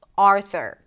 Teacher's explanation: Primary stress is on the first syllable